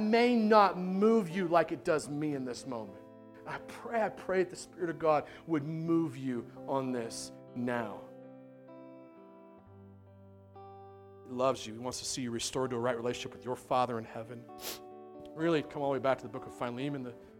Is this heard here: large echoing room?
yes